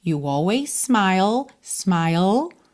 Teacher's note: juntamos num S só, porque always termina em S, smile começa em S, então a gente junta num S só.